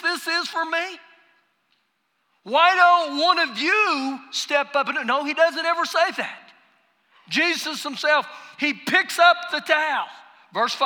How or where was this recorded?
live audience